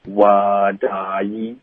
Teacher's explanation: 这里 what 跟 I 我们会连读，特的音浊化成的